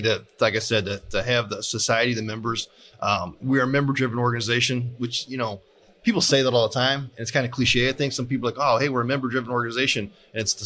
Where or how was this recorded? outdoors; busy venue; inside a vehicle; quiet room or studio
busy venue